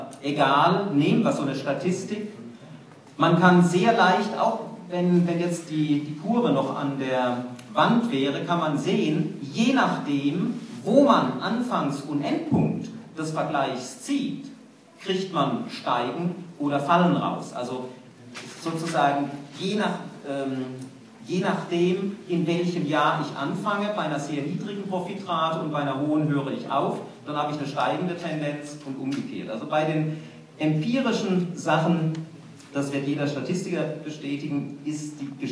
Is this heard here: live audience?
yes